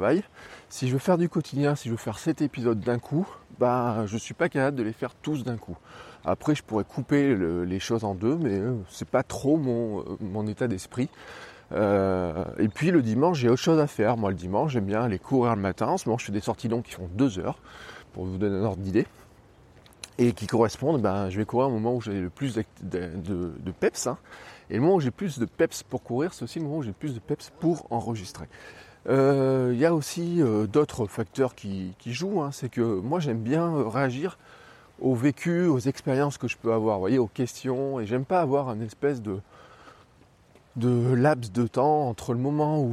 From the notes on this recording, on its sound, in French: j'enregistre ce podcast dans la rue avec simplement mon iPhone